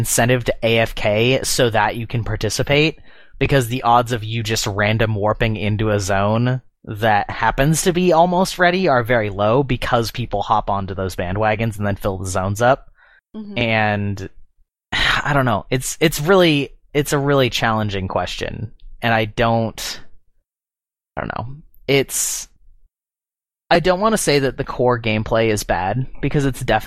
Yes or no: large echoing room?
no